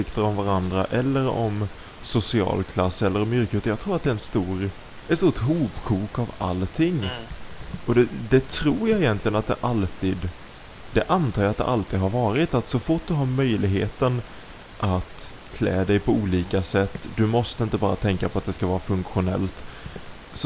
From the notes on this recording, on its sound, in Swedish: ljudkvalitén är fortfarande inte på topp